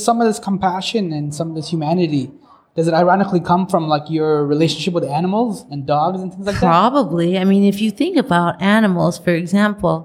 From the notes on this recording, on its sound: Recorded: Thursday, August 22, 2019 at 6:30 pm (EST) at Streaming at CF (Toronto Eaton Centre)